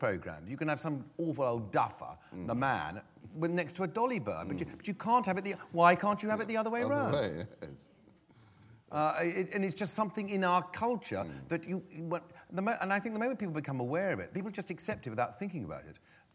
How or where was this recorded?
live audience